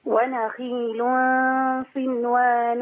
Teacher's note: الخاء هنا مكسورة فنخليها ضعيفة شوية